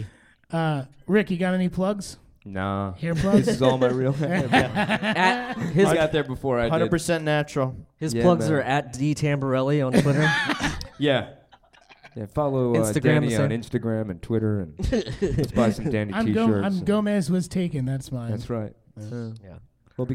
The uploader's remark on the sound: LIVE from SF Sketchfest